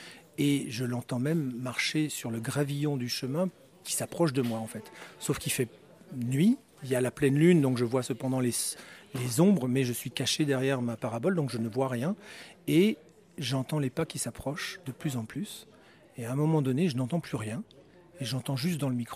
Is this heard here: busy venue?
yes